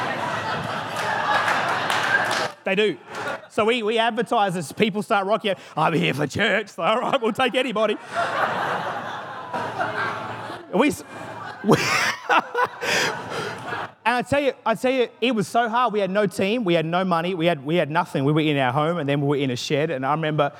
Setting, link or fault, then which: setting, large echoing room